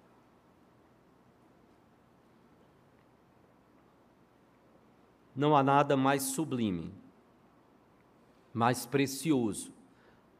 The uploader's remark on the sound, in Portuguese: No culto presencial e transmitido ao vivo.